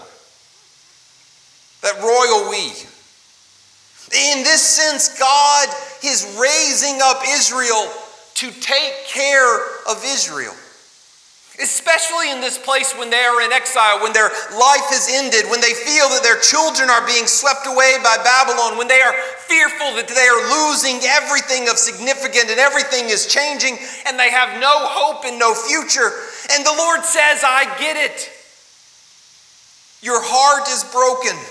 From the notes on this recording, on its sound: LIve Service 26 July 2020.